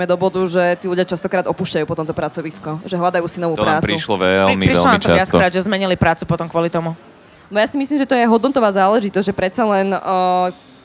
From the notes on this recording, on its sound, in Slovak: live priamo na evente Profesia days v Starej tržnici